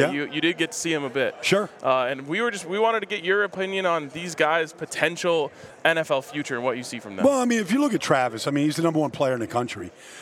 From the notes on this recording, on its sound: live from Las Vegas at Super Bowl LVIII Radio Row